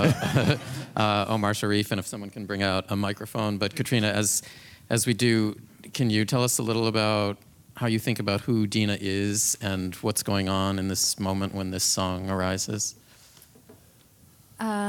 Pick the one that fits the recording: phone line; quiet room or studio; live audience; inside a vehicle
live audience